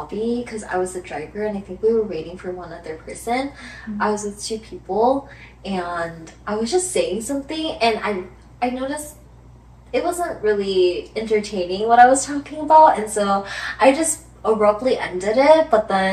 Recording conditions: poor sound quality